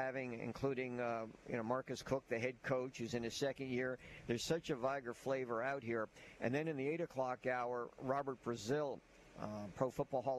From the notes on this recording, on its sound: LIVE from the campus of Vigor High School!